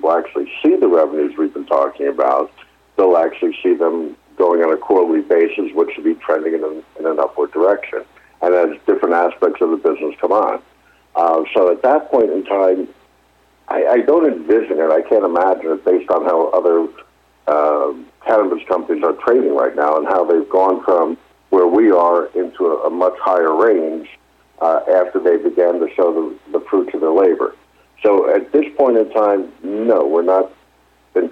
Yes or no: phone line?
yes